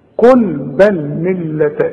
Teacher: اللام المشددة لا تغني، لكن اتك على الحرف علشان يبان الحرف المشدد ها واللي غير مشدد.